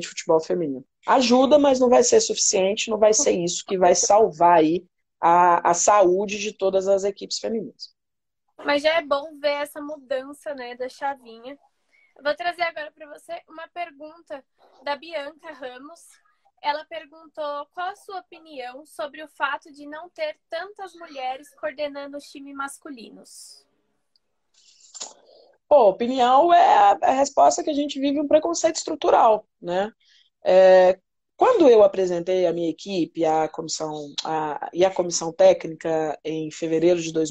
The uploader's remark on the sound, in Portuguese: Rolou uma live no meu instagram